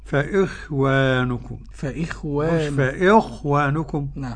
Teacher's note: والخاء طبعا عشان الكسر قبلها بيضعف تفخيمها شوية